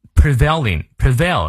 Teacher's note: prevailing prevail 重音在后